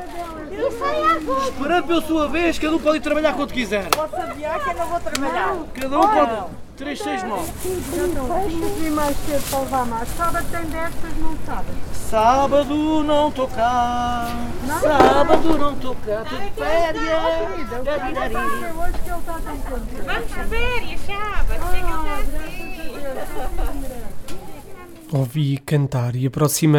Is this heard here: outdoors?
yes